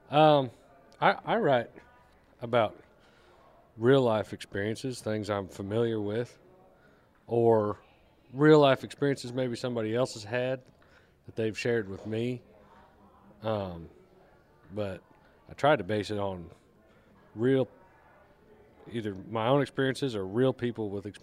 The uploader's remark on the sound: live from the 2018 Ameripolitan Awards at the Guesthouse at Graceland